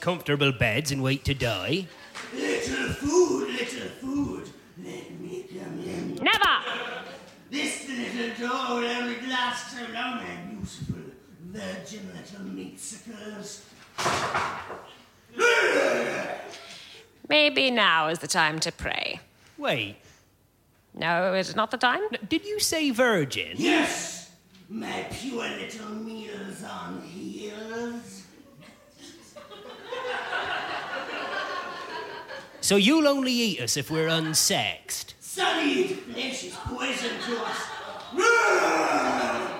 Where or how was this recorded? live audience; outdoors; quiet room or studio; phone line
live audience